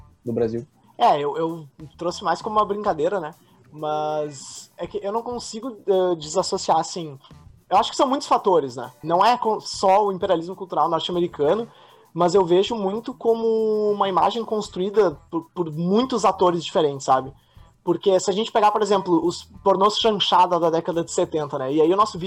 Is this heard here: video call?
yes